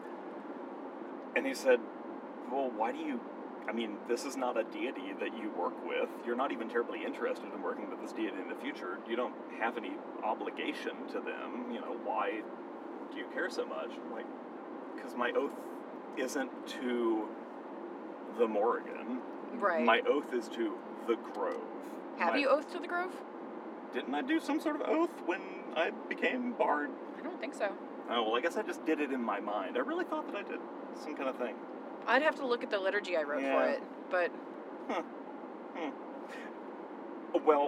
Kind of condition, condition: setting, inside a vehicle